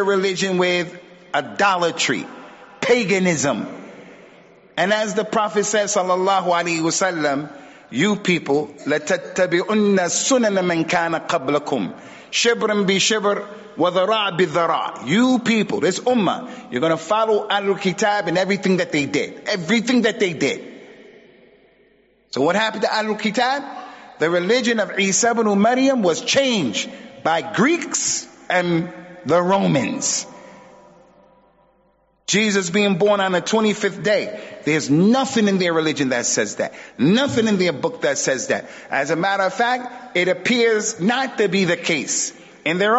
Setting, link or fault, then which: setting, large echoing room